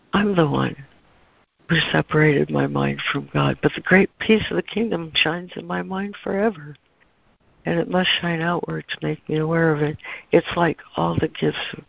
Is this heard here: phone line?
yes